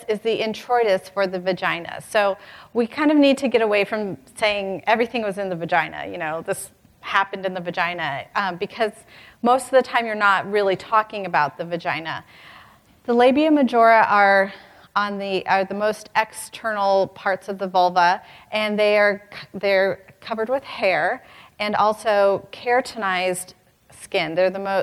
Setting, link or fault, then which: setting, live audience